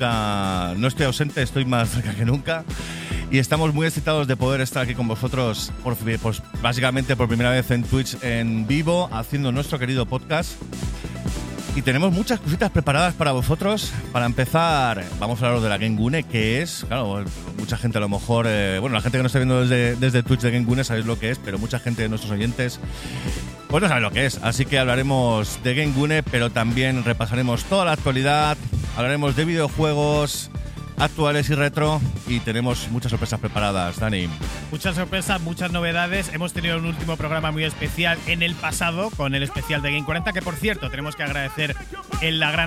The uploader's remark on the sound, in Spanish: En directo desde GameGune2023. Grabado en directo desde GameGune en Álava.